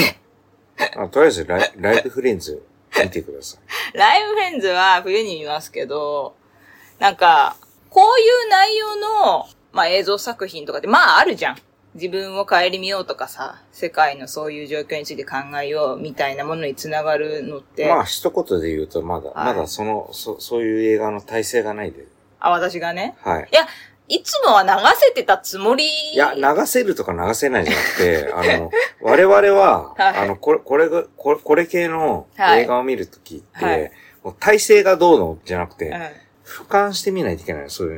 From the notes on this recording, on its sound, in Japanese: 機材・設定： iPhone13「ステレオマイク」アプリ／iPhone マイク-前面（Cardioid）／ファイル形式 PCM44.1kHz 32bit Float。